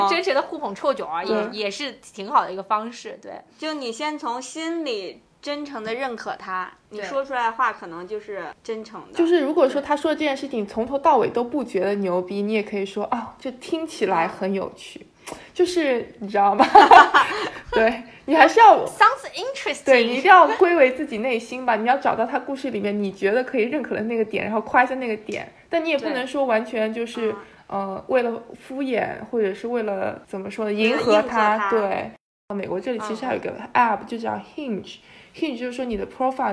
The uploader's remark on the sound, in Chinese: 本期节目录制的过程中由于太过好笑，主持人和嘉宾笑得过于放肆，在吸收了大家诸多批评意见后，我们调整了一稿音频，基本解决了笑声刺耳的问题。